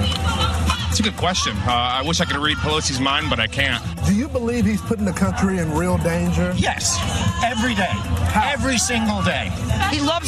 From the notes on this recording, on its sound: live from the rally in Orlando, Florida